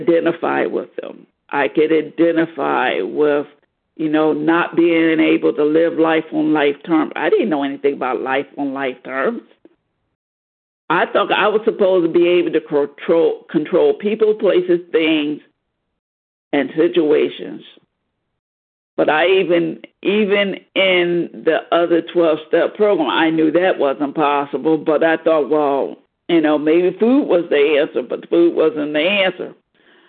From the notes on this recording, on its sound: 100 Pounders Phone Meeting